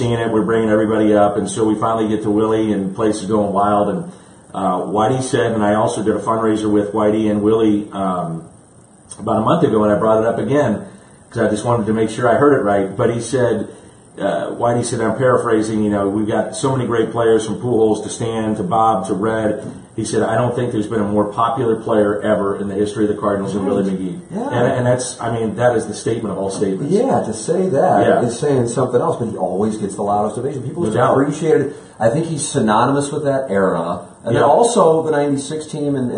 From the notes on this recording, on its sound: Live From Spring Training. Live from Cardinals Spring Training.